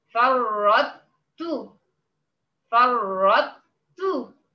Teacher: طلعت بالطاء ونزلت بالتاء مره واحده بدون ما اعمل طاء وانزل وتاء وانزل · Term: ادغام ناقص